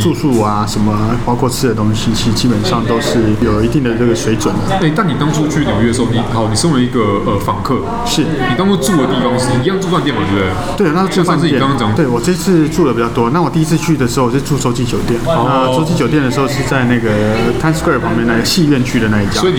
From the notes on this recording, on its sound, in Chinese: 本集白噪音指數：北風級 4/5。當各自杯中的肉桂咖啡及西西里咖啡越變越少、周遭賓客的嗓門越來越大聲、壓縮咖啡機的聲音也越來越猖狂之際。錄音地點： Maven Coworking Cafe。